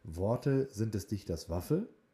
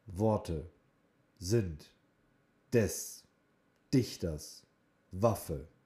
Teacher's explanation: man spricht jedes Wort in diesem Satz, als wäre dahinter ein geschriebener Punkt · Shown in: second take · Term: auf Punkt sprechen